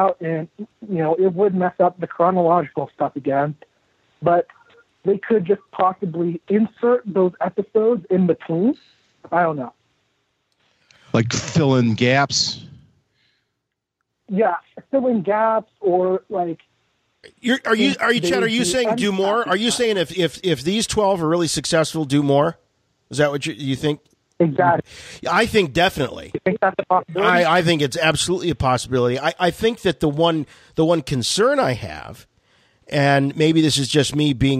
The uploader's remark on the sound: RFR LIVE returned this week featuring wall-to-wall listener phone calls. Our switchboard was flooded.